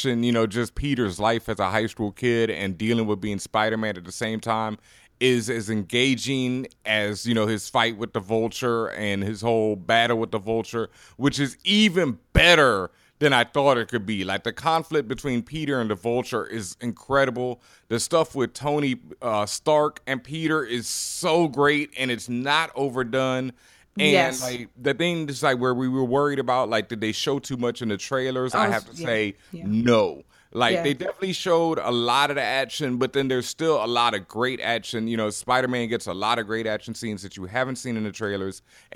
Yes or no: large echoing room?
no